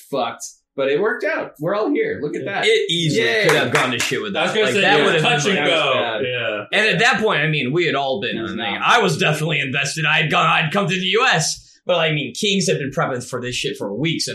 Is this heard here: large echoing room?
no